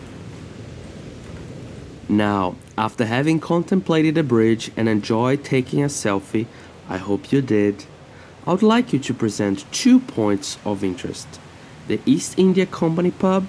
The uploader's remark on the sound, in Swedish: Ljudpromenad i Kungsbacka. Som del av Art Inside Outs residens "Andra koreografier, nya rum utifrån begreppet kritisk turism".